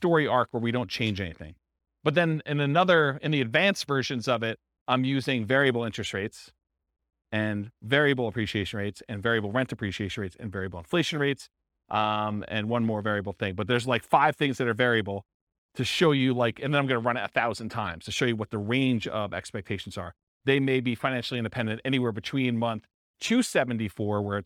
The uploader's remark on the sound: This was a live class recorded